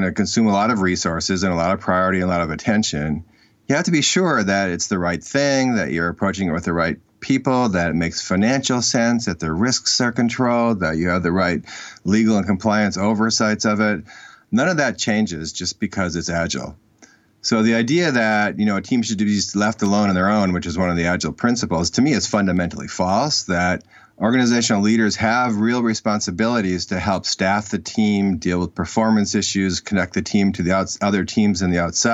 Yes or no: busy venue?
no